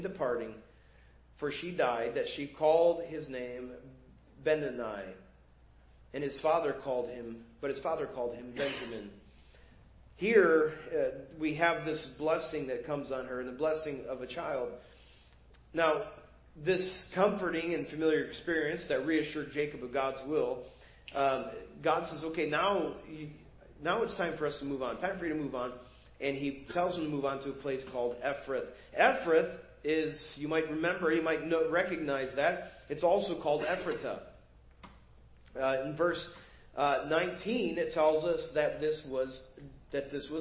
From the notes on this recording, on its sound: Preached at First Baptist Church of Hazel Park